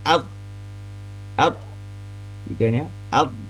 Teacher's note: Dengan huruf dot ini tidak punya sifat qalqalah, tidak memantul, tidak seperti huruf dal yang ujung itu lidah ujung ad.